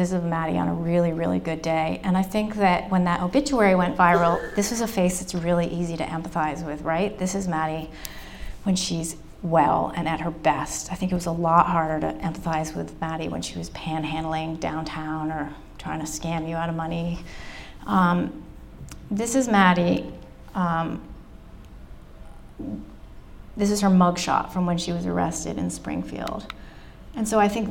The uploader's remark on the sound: The talk was recorded at the Brooks Memorial Library in Brattleboro. For our First Wednesdays program.